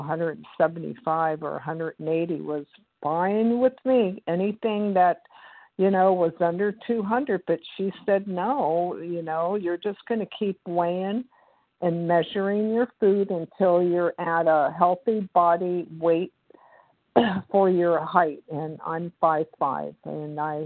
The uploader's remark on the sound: the 100 Pounders Phone Meeting, 10/8/23